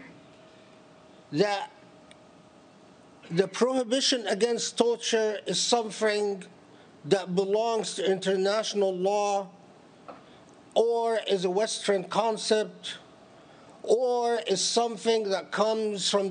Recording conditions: large echoing room